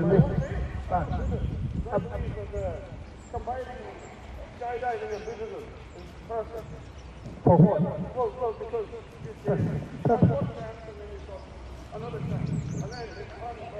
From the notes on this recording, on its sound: Some of the preaching conducted at Partick Station, Glasgow. We had some technical issues with the audio today.